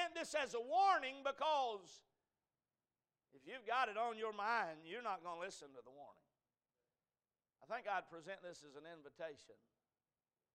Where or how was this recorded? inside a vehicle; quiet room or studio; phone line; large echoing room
large echoing room